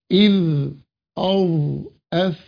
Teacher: هو يلامس أطراف الثنايا العليا يلامسها بس بدون ضغط